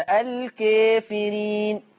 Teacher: الكافرين في ورش كلها في القرآن، الكافرين اللي بالياء والنون مقللة قولا واحدة